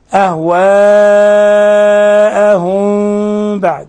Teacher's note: إذن أهواءهم مد متصل، ثم ميم ساكنة جاء بعدها الباء إخفاء شفوي · ترك فرجة يسيرة بين الشفتين مع غنة من خشوم